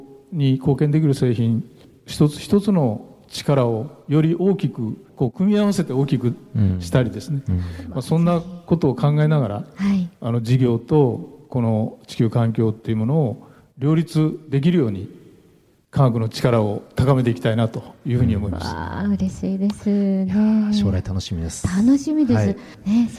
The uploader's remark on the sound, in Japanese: 公開録音「地球と共生・環境の集い2020」